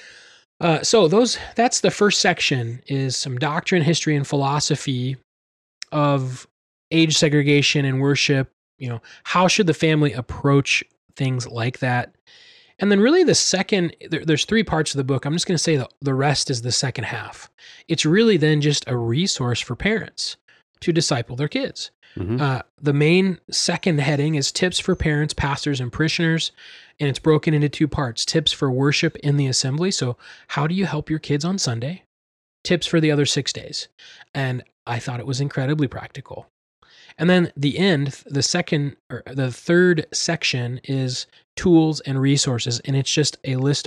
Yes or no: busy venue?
no